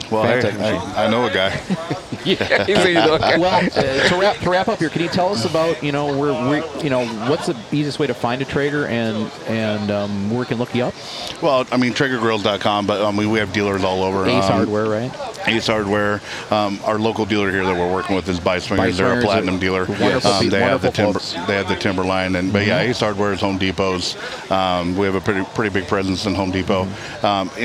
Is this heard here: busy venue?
yes